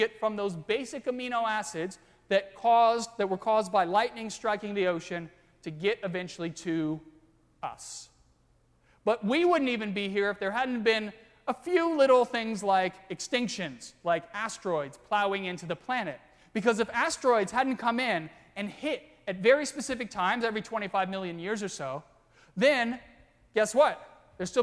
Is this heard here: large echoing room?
yes